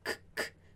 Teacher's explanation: a gente produz ele como k aqui na garganta, k, como na palavra casa, casa, tá?